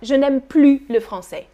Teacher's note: in negative sentences, you don't pronounce the S, the final S